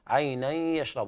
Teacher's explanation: إدغام بغنة ناقص لوقوع الياء بعد التنوين